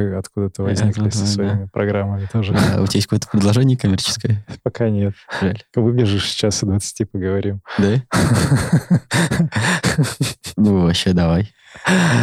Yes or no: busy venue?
no